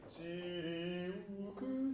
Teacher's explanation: うーはどうしても口閉じる母音なので、こもりやすい